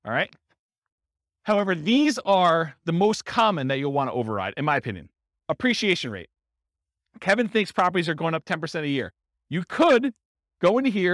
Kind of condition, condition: setting, live audience